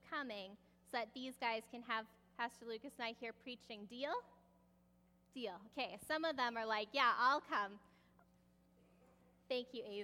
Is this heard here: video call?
no